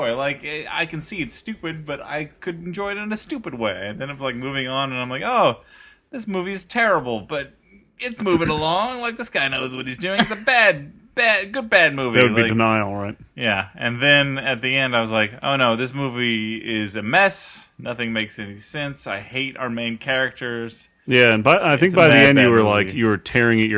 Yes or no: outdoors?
no